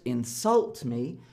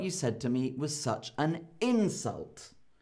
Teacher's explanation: we change the noun into a verb by putting stress on the second half of the word · Shown in: first take